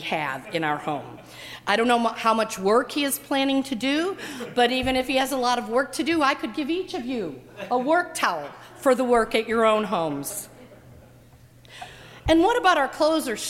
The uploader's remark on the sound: during the 7:00 PM Ash Wednesday service on Wednesday February 14, 2018, at First Presbyterian Church of Arlington Heights, Illinois.